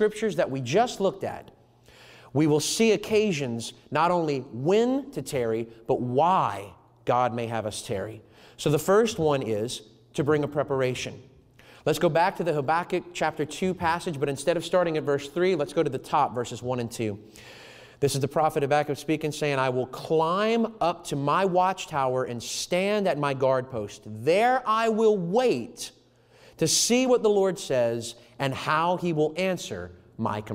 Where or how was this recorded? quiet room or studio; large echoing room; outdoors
large echoing room